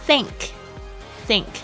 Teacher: 它虽然也是 TH，但是发的是无声的 s 的声音